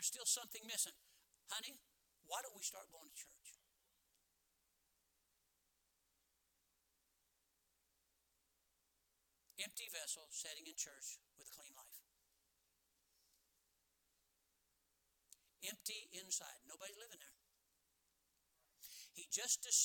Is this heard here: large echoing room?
yes